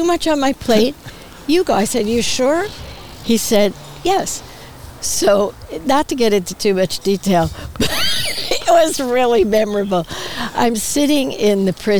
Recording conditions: outdoors